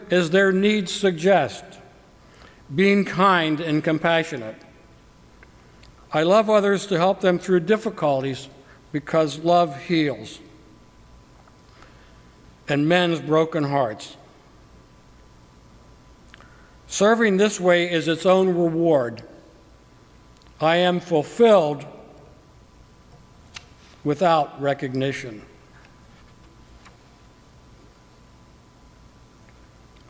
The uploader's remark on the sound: During the 9:00 AM service on Sunday September 3, 2017, at First Presbyterian Church of Arlington Heights, Illinois. Part of Lay Preaching Sunday.